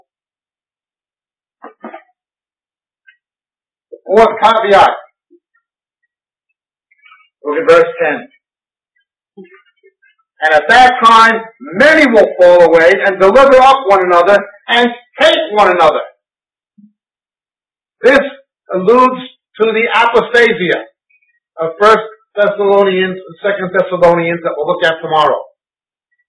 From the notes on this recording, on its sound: This five-part series was recorded at a conference sometime between 1996 and 2002. We apologize for the audio quality on this recording. It does get better as you go further in.